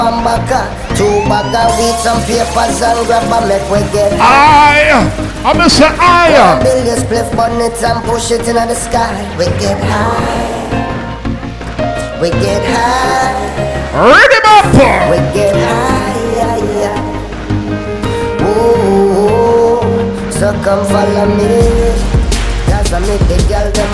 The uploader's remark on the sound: ARMYWEAR AFFAIR RICHMOND VA...01.21.2017 LIVE AUDIO